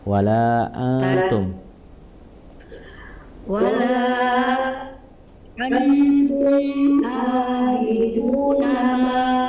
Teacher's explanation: wala panjang di situ empat harokat, ikhfa-nya ditahan dulu. Abidu nama panjang juga empat harokat.